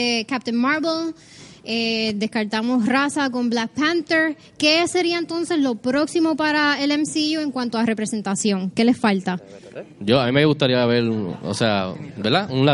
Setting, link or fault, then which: setting, live audience